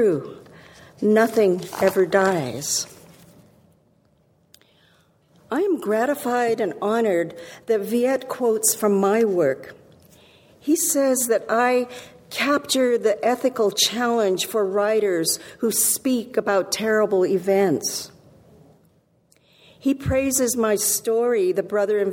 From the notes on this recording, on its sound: Recorded at the Lensic Theater in Santa Fe, New Mexico on March 29, 2017.